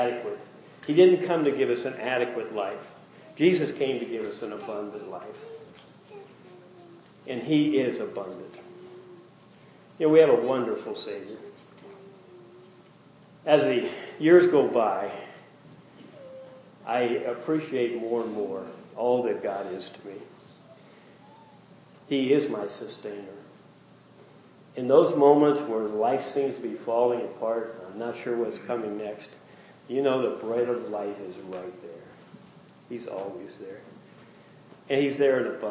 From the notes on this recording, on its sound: Message preached during first Family Day service.